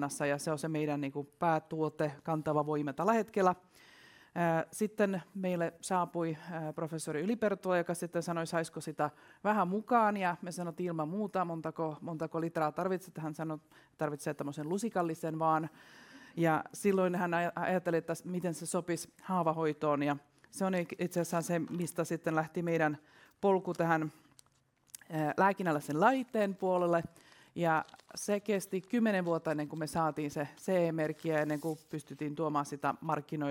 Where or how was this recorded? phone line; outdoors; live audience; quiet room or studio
live audience